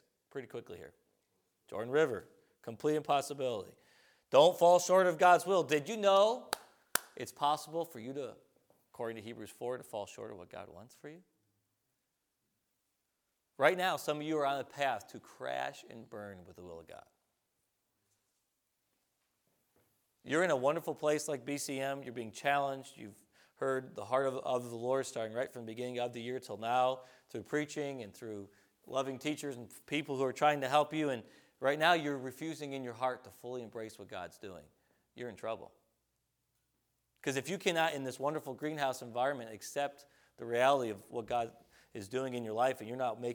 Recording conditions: large echoing room